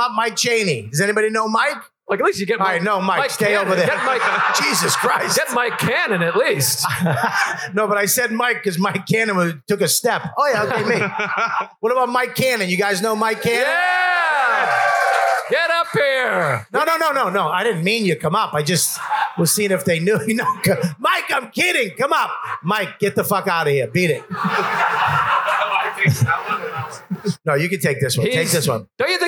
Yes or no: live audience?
yes